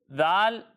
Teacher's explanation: جب ہم ذال کی ادائیگی کریں گے تو اس میں سیٹی کی آواز نہیں آئے گی